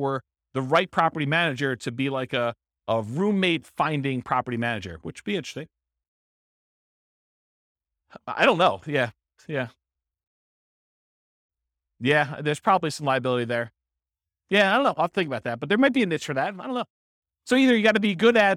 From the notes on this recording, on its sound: This was a live class recorded